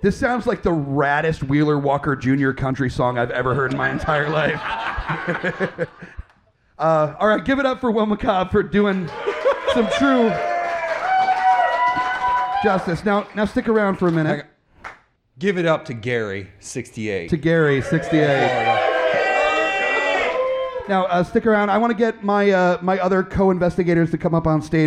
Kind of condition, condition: setting, live audience